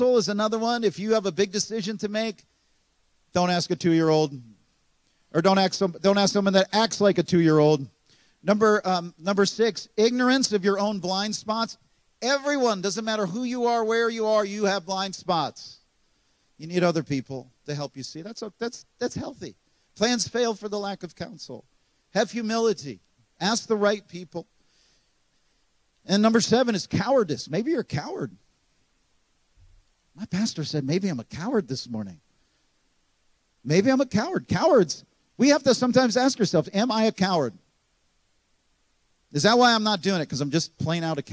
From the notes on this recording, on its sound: At Gateway Church in Richmond, Indiana.